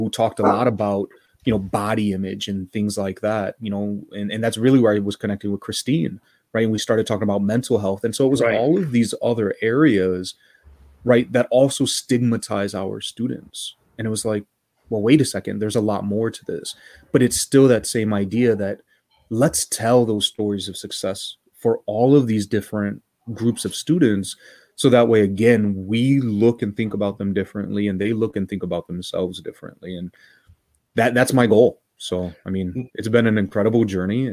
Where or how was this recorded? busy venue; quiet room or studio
quiet room or studio